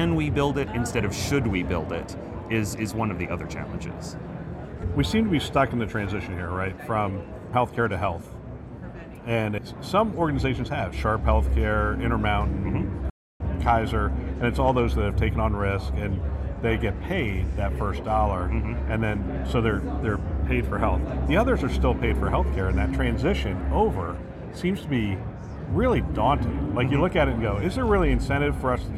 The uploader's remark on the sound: It’s an Interview in Action live from HLTH.